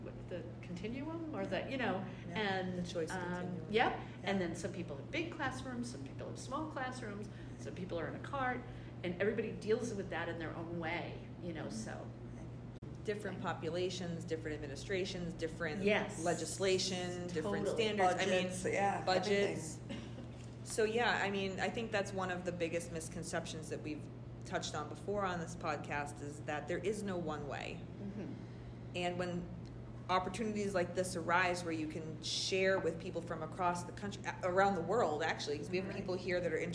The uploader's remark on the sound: Live from the Institute! The Institute is a professional development opportunity that features cohort-based collaborative learning, instructional workshops, community building, and open studio time.